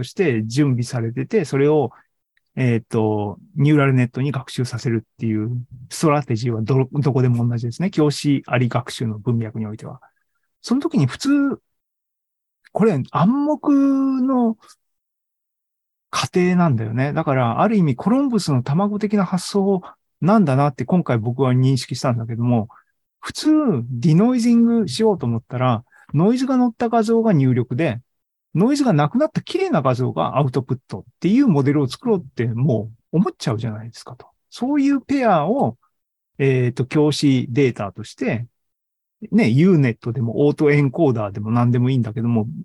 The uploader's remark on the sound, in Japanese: ２０２２年１１月３０日に開催した ZOOMライブの模様です